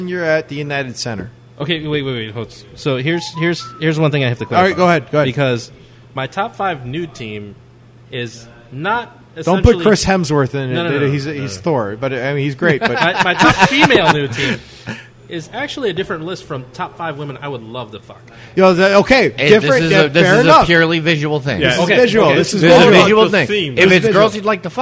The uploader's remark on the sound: Recorded 11/30/14 Live at Cuvee Cellars Wine Bar in Elmhurst, IL